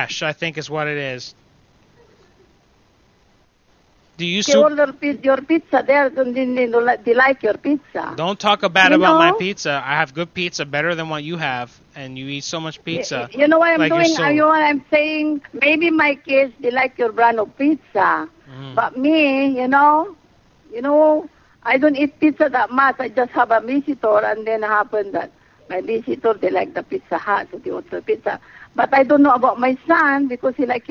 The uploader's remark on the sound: Prank Phone Calls Collection